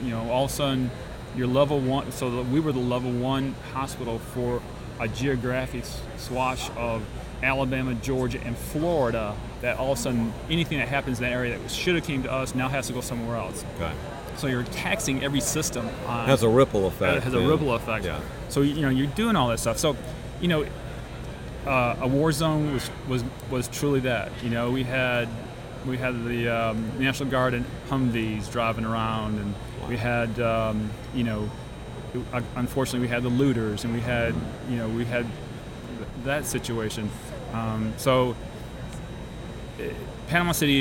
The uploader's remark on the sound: during MGMA’s 2019 Annual Conference in New Orleans